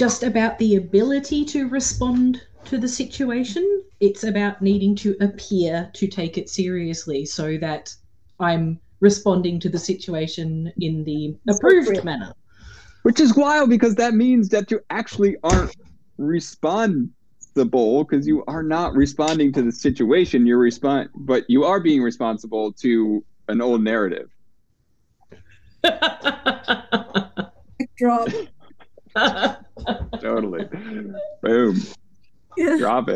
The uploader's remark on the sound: LIVE group call